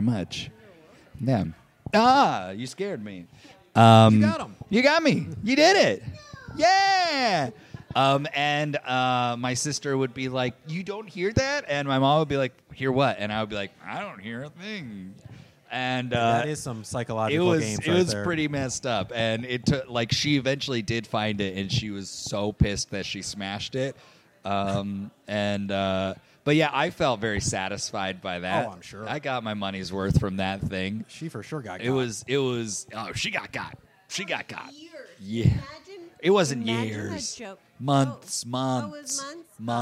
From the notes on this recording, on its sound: LIVE EVENT [VIDEO]. Record from The Logan Theatre.